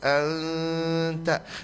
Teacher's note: ada nun sukun ketemu dengan ta. Ah, itu ikhfa. Kasih dengung ikhfa, minimal dua harokat juga.